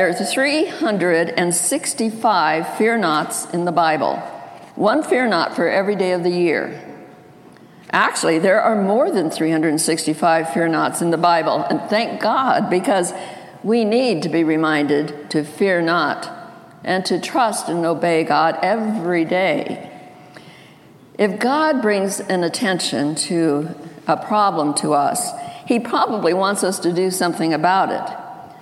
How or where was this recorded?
large echoing room